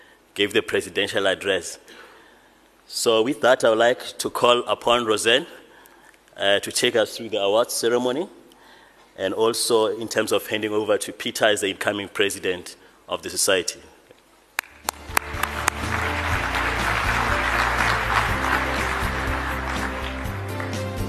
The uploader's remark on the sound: Actuarial Society 2016 Convention held in Sandton.